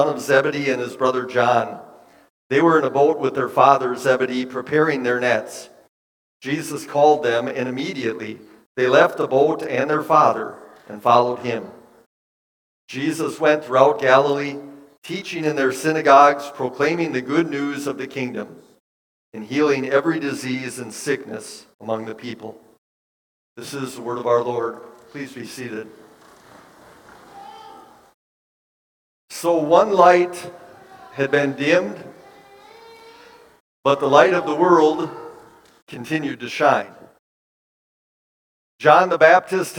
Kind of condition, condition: setting, large echoing room